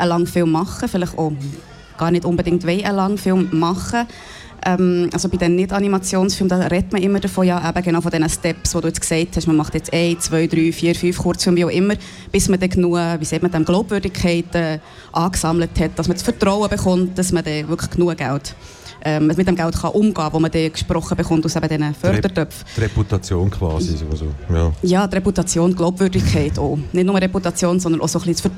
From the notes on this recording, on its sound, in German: Festivalausgabe live aus dem Merkerareal in Baden.